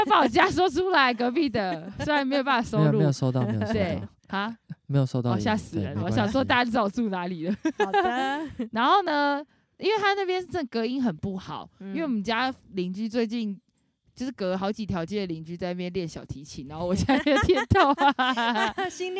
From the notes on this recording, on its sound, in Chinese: 我們在露營區升營火錄音